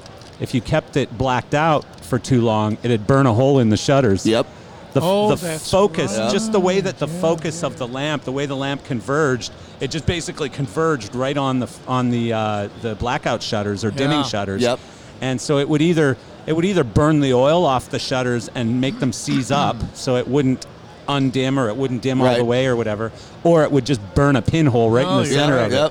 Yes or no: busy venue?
yes